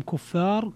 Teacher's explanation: كفار هنا جاءت الراء مضمومة فليس فيها ترقيق فليس فيها ترقيق ولا إمالة الألف قبلها